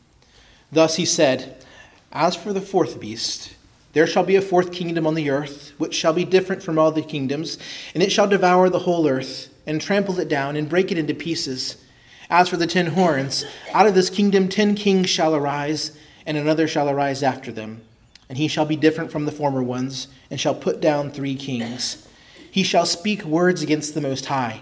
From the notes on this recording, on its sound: preached at Christ Our Savior Baptist Church